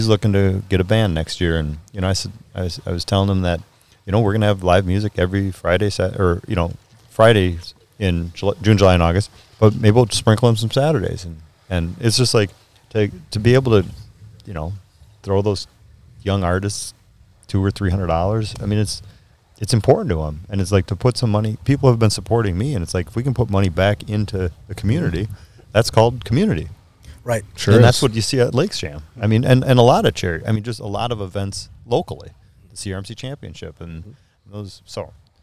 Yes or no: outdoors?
yes